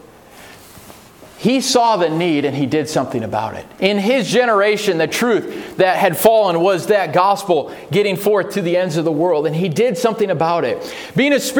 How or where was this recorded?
large echoing room